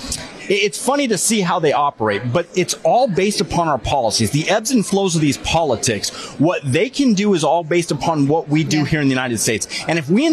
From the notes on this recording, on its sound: Live from CPAC